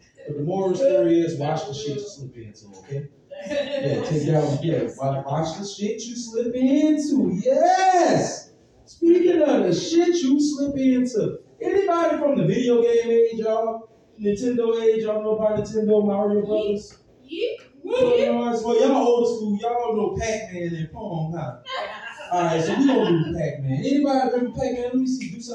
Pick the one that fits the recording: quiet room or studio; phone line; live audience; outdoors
live audience